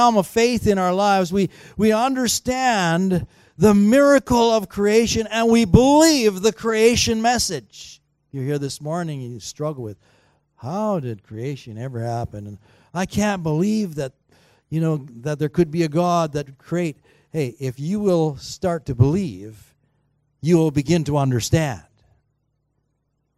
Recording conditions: large echoing room